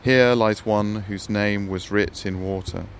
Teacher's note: a trochaic pentameter, stressed, then an unstressed, and 5 feet in the line, 10 syllables